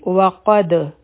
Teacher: بیا دی وقد، د واو د پاره به شونډې ګول کړو، فتحه به ادا کړو، قاف او دال به یو ځای شي، قا قاف بغټ وایو په دال باندې سکون دی قلقله وکړو نو دا به شي وقد.